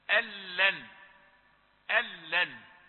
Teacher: أصلها أن لن، فحصل إدغام بين النون الساكنة واللام، فلم يسمع إلا اللام مشددة. ألن ألن، لا تحاول إعطاء صورة أو صوت للنون لأن حصل إدغام كامل بلا غنة.